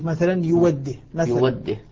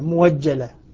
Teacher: وبعد الضم يسمع واوا مبدلة من الهمزة